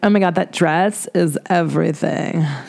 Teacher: She talks a lot of vocal fry.